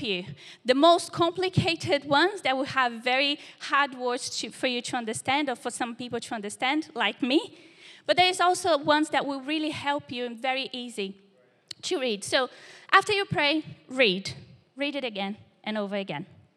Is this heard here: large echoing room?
yes